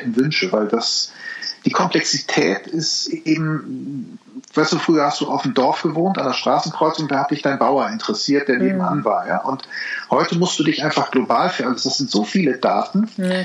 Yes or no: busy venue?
no